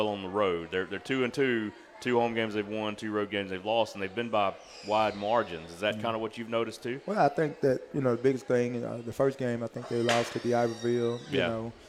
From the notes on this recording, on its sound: live from Walk-On's